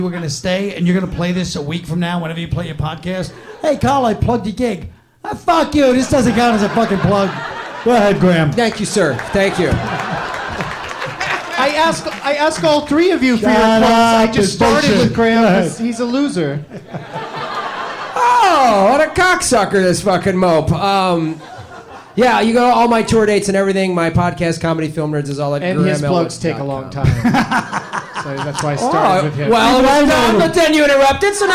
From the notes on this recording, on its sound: Live from The Punchline Comedy Club in Atlanta.